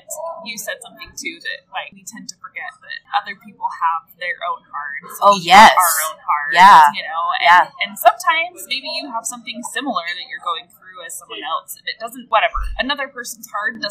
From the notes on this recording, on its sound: We went to lunch and decided to record a little bit of our conversation for the podcast.